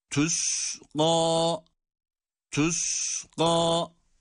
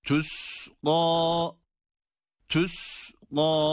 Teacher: u ile ı arası bir sestir ince harflerdeki ötrenin sesi.